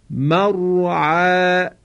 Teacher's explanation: کلمه مرعا که باید را درش تفخیم بشه نازک و کم حجم تلفظ نشه، چون شنیده شده بعضیا رای ساکن ما قبل مفتوح یا مضموم رو ترقیق میکنن.